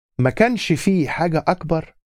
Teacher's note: And did you notice the little helping vowel between kansh fi? Because it's n, sh, and then f.